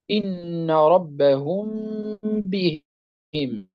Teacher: ميم ساكنة بعدها باء إخفاء